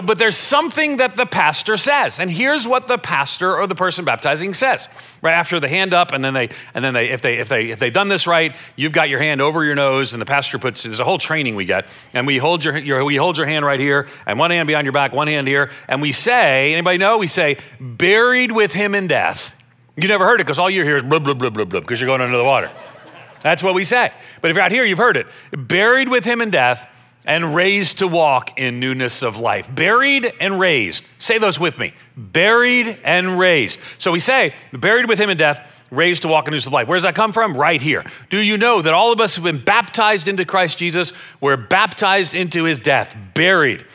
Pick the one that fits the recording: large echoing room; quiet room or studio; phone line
large echoing room